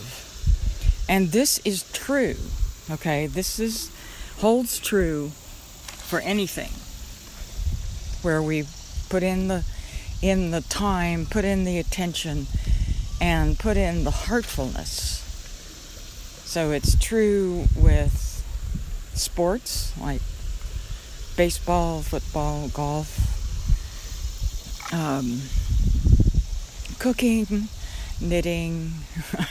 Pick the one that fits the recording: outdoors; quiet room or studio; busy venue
outdoors